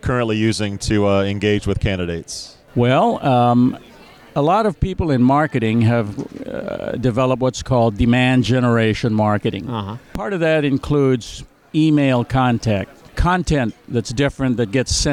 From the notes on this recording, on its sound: interview from Jobvite's Recruiter Nation Live event from San Francisco